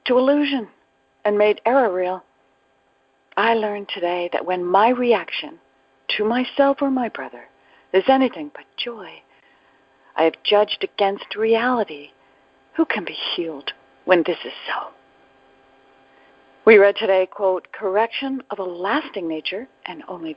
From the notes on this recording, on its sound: ACIM Daily TEXT Conference Call